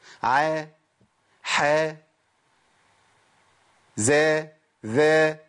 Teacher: كل الحروف دي هنطقها بدون ارتفاع اقصى اللسان · Term: الاستفال